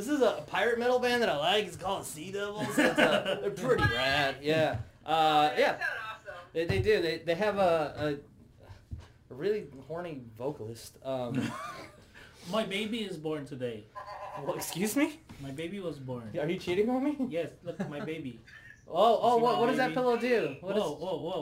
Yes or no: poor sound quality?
yes